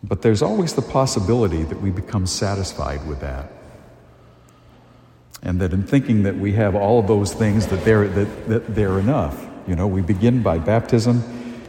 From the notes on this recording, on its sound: A homily delivered at St. Joseph's Church in Amesbury, Massachusetts.